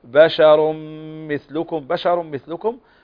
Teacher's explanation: هنا تنوين وبعده الميم، والميم من حروف الإدغام بغنة، وحروف الإدغام بغنة مجموعة في قولك ينمو.